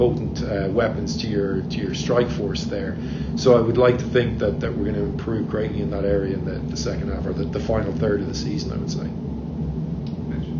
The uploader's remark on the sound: Here's the entire audio from that press conference, unedited.